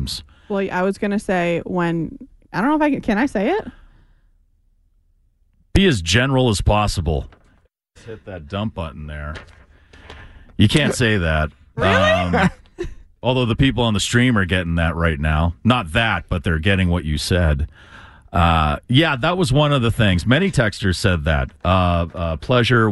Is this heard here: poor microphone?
no